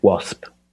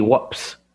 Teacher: That used to be wops. So the s and the p sound swapped around.